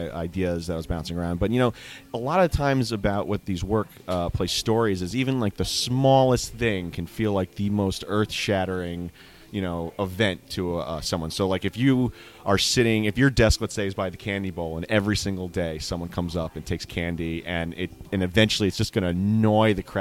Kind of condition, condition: setting, busy venue